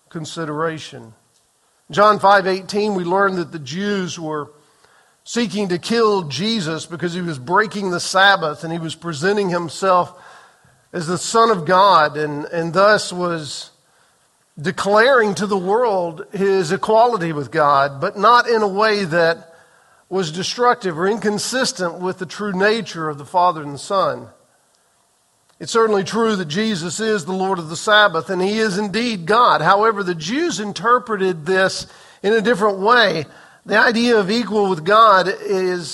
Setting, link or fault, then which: setting, large echoing room